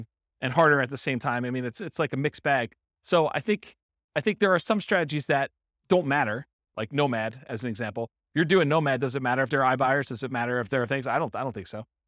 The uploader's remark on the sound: This was a live class recorded.